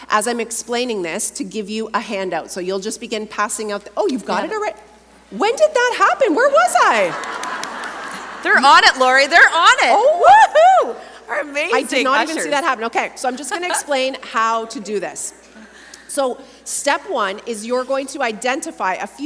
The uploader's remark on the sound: a Mini-Workshop from Heart Conference 2023